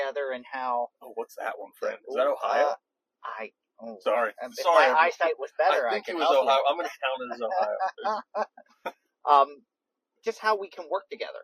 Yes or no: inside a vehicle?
yes